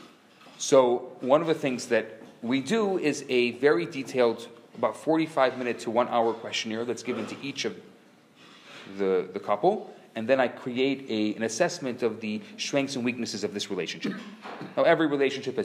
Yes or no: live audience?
yes